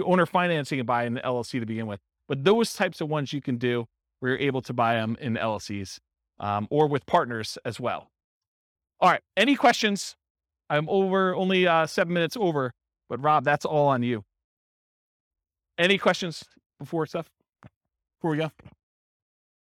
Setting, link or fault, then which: setting, live audience